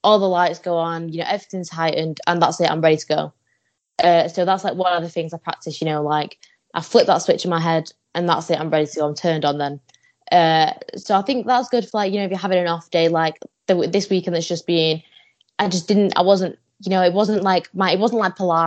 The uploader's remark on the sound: I had to use the dreaded Skype for this interview so the audio is not the best at times